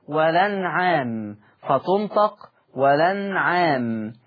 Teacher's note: هنقل حركة الهمزة إلى اللام فتصير اللام مفتوحة · Term: النقل